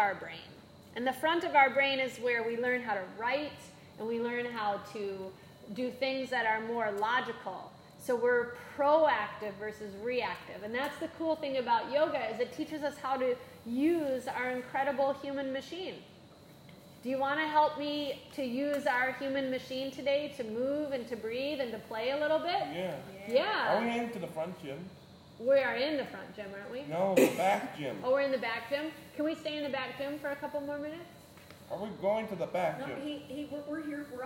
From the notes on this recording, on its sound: This is a live recording from a 30-minute Mini-Mindfulness & Yoga Session.